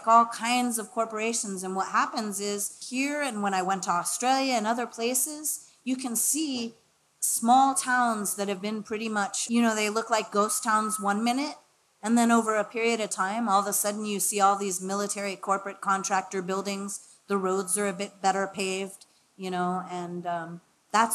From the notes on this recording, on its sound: Recorded live July 19, 2017 at Eli's Mile High Club in Oakland, CA.